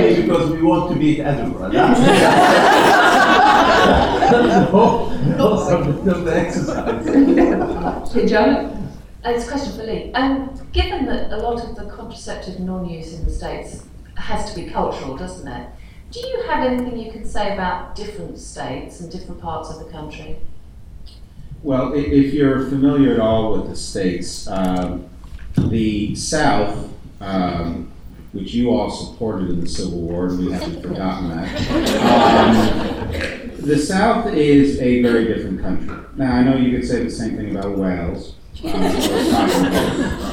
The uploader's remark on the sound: Recorded at the Faculty of Family Planning and Reproductive Healthcare annual symposium in Warwick this year.